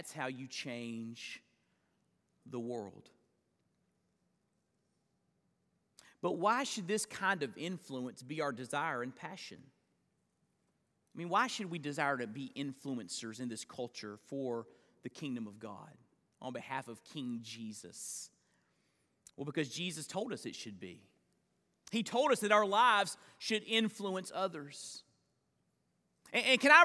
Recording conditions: large echoing room